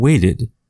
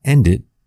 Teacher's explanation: If the verb ends in a T sound, like wait, or ends in a D sound, like end, the past tense form will end with the ID sound. So wait will become waited, and end will become ended. · Term: ID ending